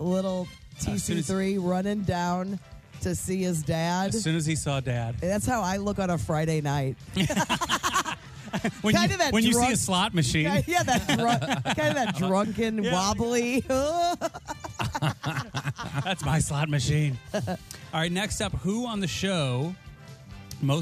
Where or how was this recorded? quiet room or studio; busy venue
busy venue